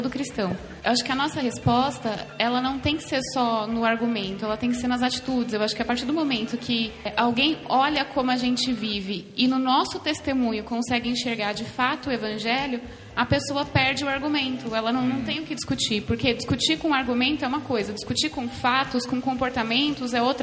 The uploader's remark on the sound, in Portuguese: gravado direto da Confraria No Barquinho 2015 em Jaú-SP